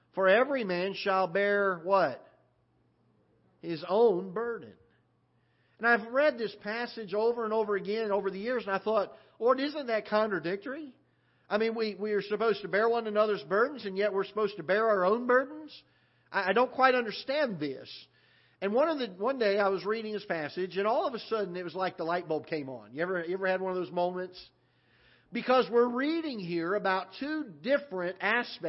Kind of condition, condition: setting, large echoing room